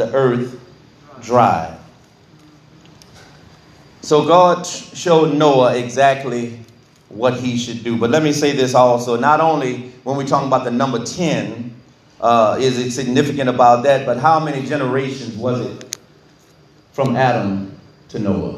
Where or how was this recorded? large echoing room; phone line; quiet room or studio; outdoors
large echoing room